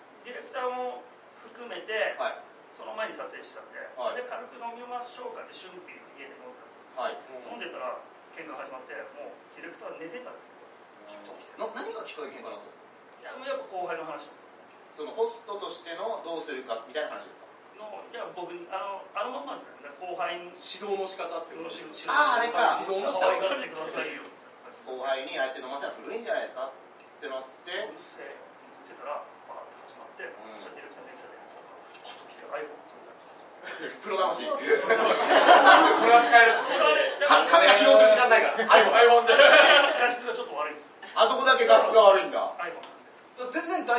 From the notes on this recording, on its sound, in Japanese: 秋葉原ZERO-Gで行われた。YouTube公開収録ライブ「辞める勇気としがみつく美学」。